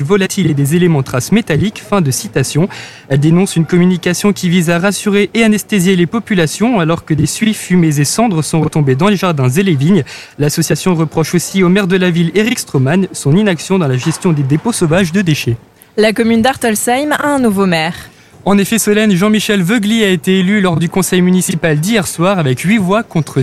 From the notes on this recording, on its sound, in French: Dans le cadre de la fête de la musique, ce mercredi 21 juin 2023, AZUR FM a délocalisé ses studios. En direct depuis la place d'armes (scène brasserie le fox) dans le cadre de la fête de la musique.